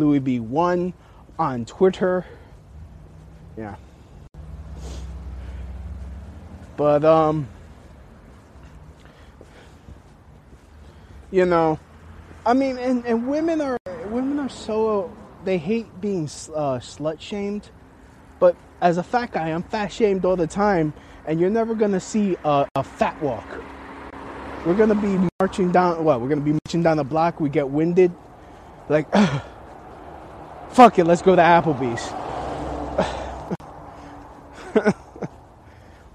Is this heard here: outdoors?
yes